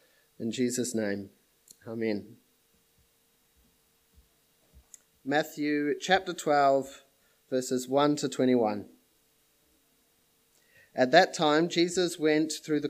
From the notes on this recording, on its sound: This sermon was preached at Papakura Baptist Church on the 24th of January, 2021